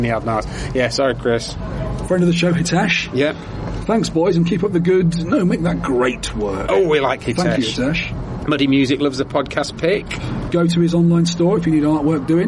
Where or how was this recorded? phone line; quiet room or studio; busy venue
busy venue